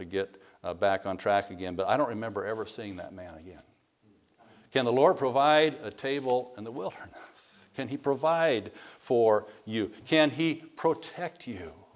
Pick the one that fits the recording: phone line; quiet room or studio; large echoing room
large echoing room